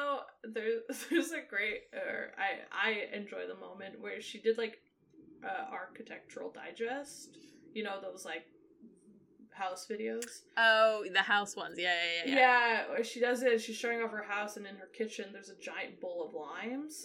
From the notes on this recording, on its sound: We apologize if there's any sound issues. Lost the files and when they got recovered they might have been a little distorted...